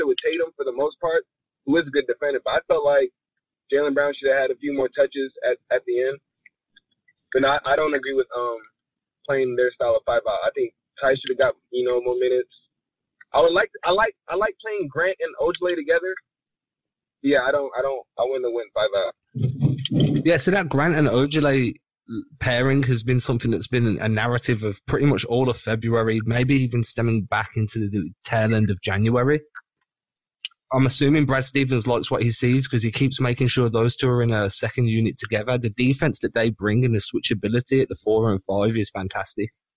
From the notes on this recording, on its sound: Hosts the weekly call-in episode, joined by multiple members of the Celtics community.